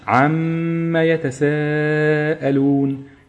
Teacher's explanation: الميم اللي في عما دي ميم مشدده تغني بمقدار حركتين · Term: غنه